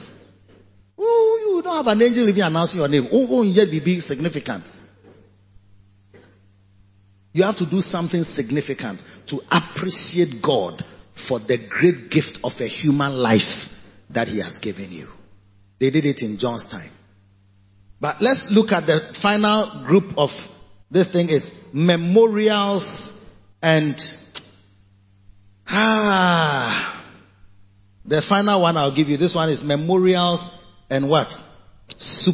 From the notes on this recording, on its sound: Preached at the Christmas Day Service - Makarios Cathedral, HQ. Preached at the Christmas Day Service - Makarios Cathedral, HQ.